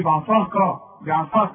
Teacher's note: العين خليها مرققه، الكاف مرققه، الصاد هي المفخمه